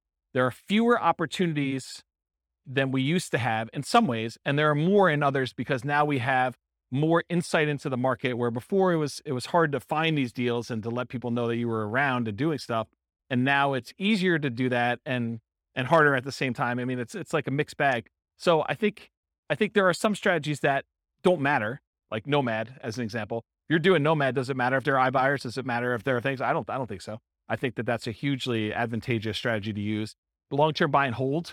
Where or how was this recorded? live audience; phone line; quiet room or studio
live audience